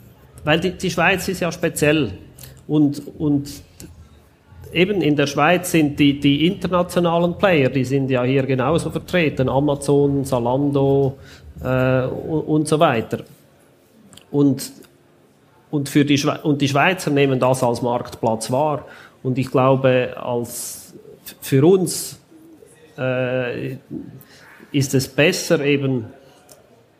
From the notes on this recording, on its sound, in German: Im Podcast, live von der Züricher E-Commerce Connect, stellt er sich den Wachstumsfragen bei Kassenzone.